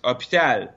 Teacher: we don't pronounce the H in French. So we just skip it.